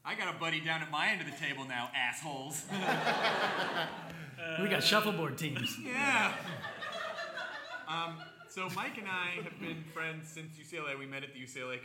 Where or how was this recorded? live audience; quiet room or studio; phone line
live audience